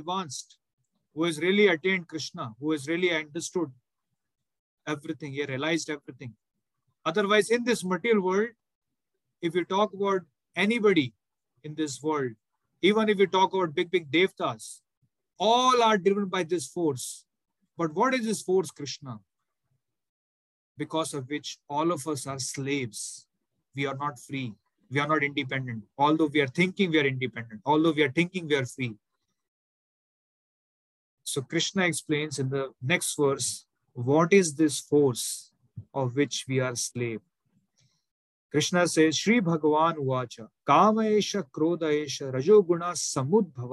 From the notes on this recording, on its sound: Zoom recorded class